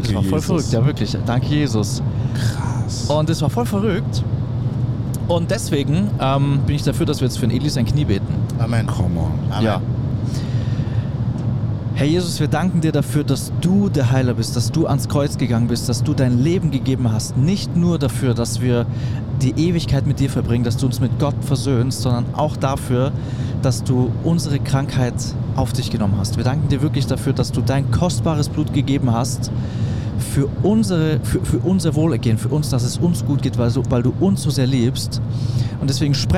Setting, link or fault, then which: setting, inside a vehicle